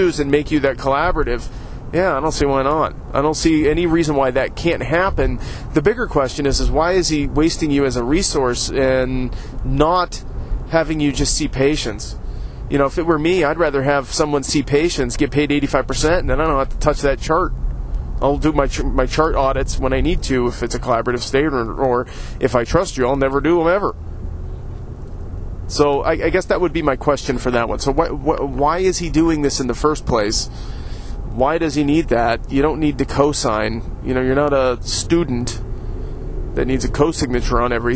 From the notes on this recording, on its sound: I recorded this show yesterday while driving to Cleveland to have a behind the scenes tour of the Great Lakes Brewery!